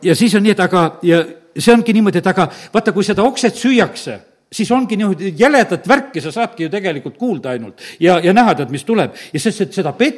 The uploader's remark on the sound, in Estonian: Audio salvestus koosolekult